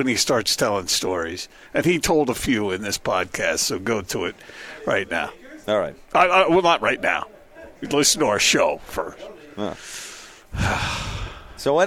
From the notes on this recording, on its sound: LIVE at Metro by T-Mobile